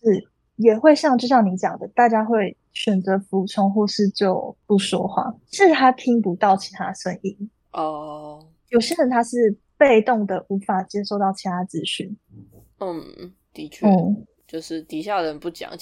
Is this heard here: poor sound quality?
yes